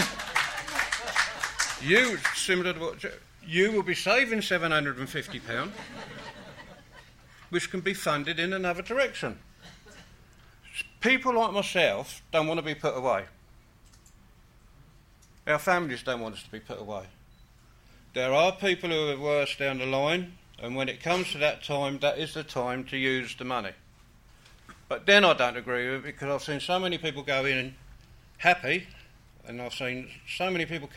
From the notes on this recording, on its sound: Speaks at our conference on leading change in dementia diagnosis and support.